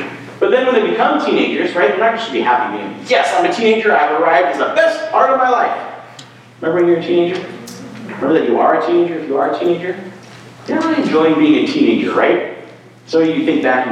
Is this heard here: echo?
yes